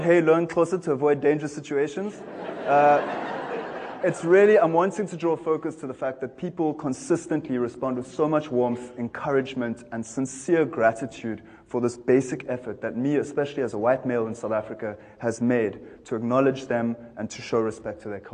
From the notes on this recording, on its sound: In this talk from TEDxCapeTownED 2012. By the end, his passionate talk has the TEDxCapeTownED audience on their feet, dancing in appreciate of this energetic and amusing talk.